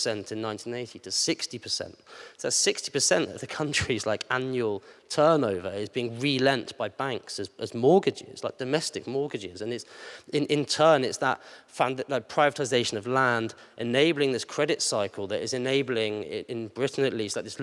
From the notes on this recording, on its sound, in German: Eine Audio-Aufzeichnung der Veranstaltung zu der Frage «Wie geht es weiter nach dem Erfolg der Kampagne DW enteignen?». Das Gespräch wurde im Dezember 2022 in der Volksbühne aufgezeichnet.